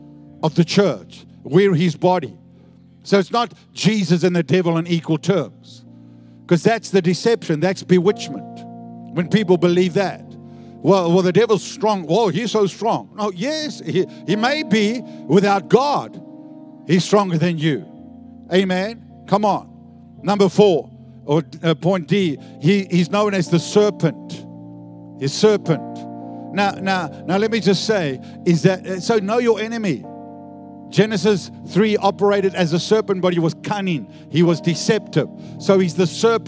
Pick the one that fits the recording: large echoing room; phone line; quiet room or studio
large echoing room